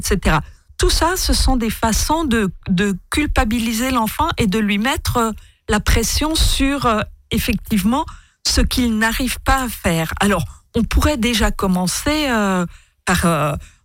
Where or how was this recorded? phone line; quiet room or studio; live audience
quiet room or studio